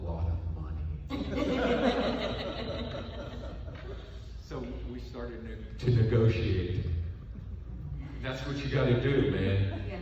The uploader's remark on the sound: panel, Days of the Dead Indy - July 18, 2021